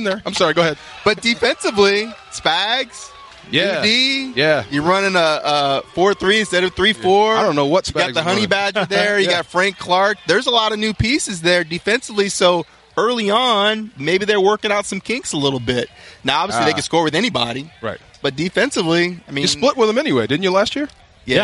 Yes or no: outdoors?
yes